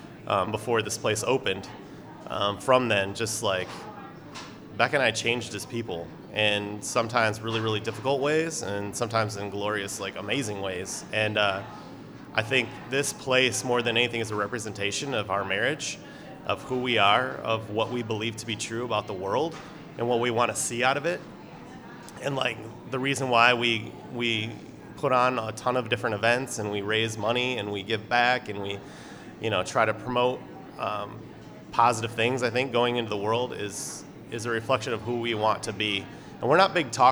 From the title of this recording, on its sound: Live at Cultivate